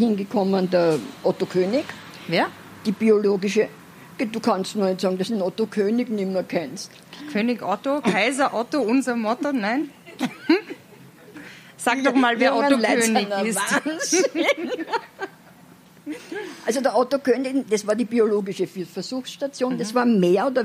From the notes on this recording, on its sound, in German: Live in Ottakring. 1.Teil des Live-Mitschnitts vom Kultursommerwien 2020. Live am Nietzscheplatz über Ottakring.